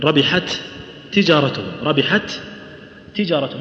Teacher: التاء الاولى اللي من ربحت مماثله للتاء الثانيه من تجارتهم، اتفقت في المخرج واتفقت في الصفه · Term: متماثلات